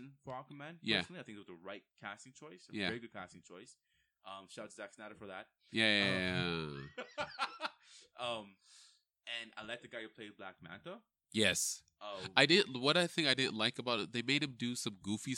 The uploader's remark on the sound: Apologies, there were some volume difficulties with is recording. Completely listenable, just need to turn up the volume.